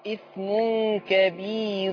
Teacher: حاول رقاق الراء، إثم كبير، هنرقق الراء عشان قبلها ياء مادية